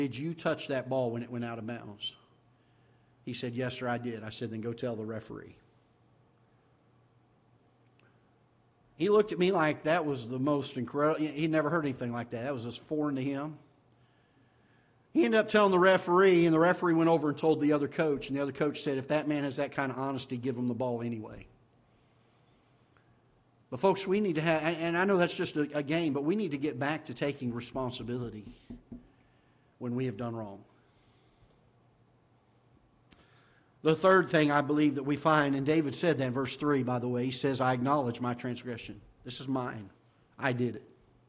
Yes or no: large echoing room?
yes